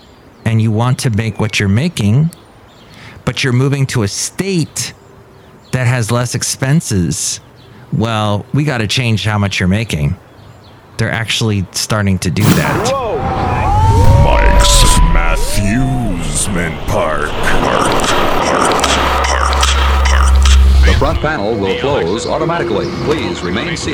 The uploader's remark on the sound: podcasts live from Café Anyway